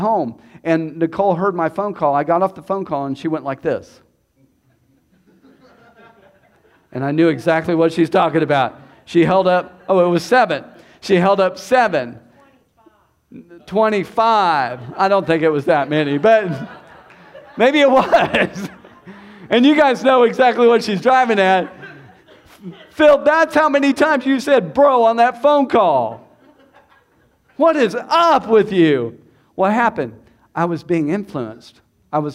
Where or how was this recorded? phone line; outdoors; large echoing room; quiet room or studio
large echoing room